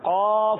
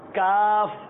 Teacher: قاف بھی اسی حروف مستعلیہ میں تھوڑا موٹا. قاف کاف، ڈنڈی والا کاف ہے وہ پتلا ہے